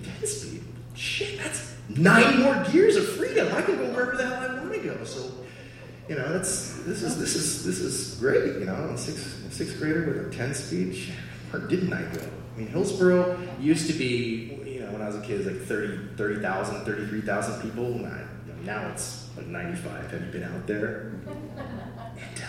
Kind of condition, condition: setting, live audience